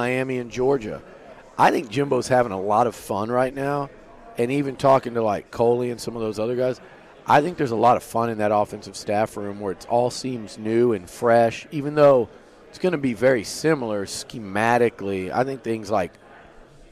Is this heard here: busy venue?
yes